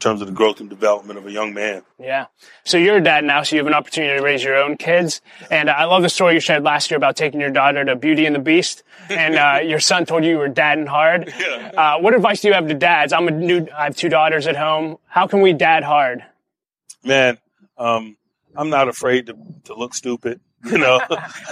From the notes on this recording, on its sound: This interview was recorded at Man-up Pittsburgh, an event hosted by the Urban Impact Foundation.